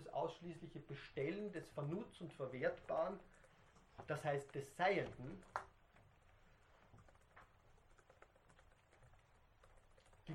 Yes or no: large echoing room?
yes